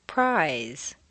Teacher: notice how the voiced word is drawn out